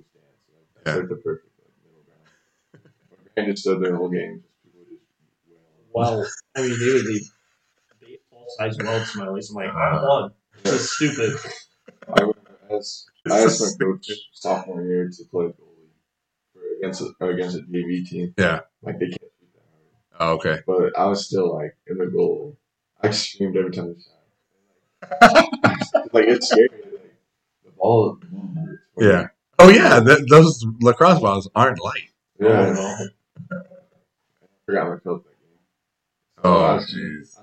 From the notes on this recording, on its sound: The audio is not good for this episode